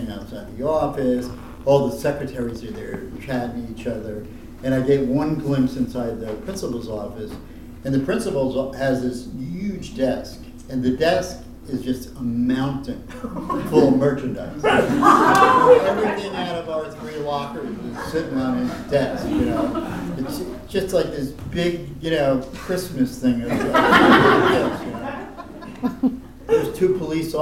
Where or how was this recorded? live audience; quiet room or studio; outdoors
live audience